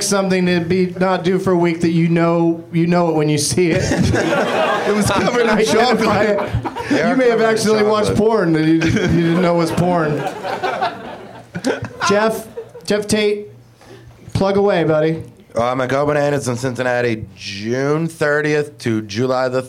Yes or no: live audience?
yes